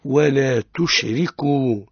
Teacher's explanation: الراء مرققة، حكمها الترقيق لأنها حركت بالكسر